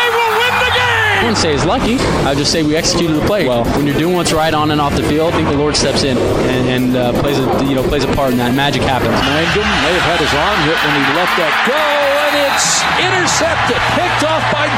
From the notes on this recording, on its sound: LIVE at Murdock Hyundai in Lindon